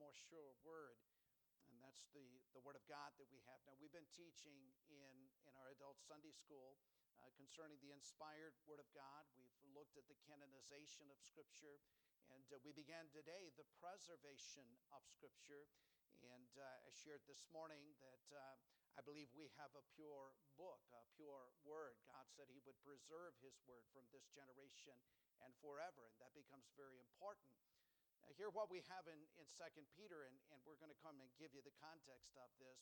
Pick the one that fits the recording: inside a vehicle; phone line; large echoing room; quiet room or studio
large echoing room